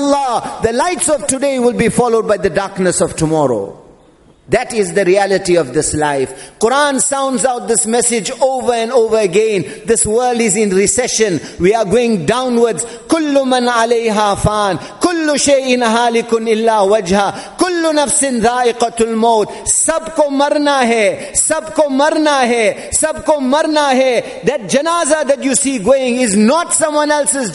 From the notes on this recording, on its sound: Jumuah Lecture at Masjid Al Hilal